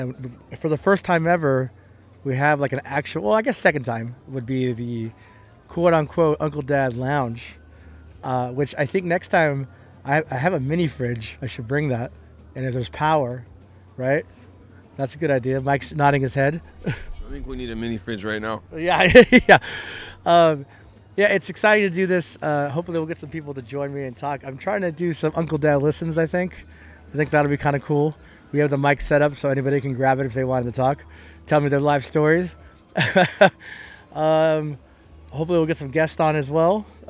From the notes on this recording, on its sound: Live” From Bakersfield Comic-Con 2023.